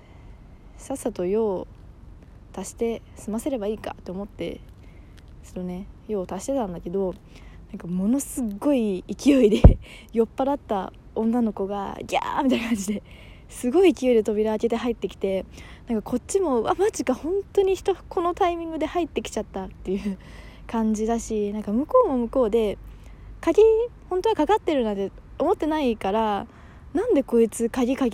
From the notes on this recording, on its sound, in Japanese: 帰宅途中に録音したので車の音とか入ってます。